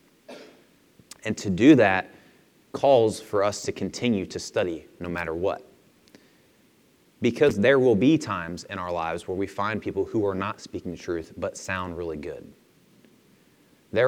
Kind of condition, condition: setting, large echoing room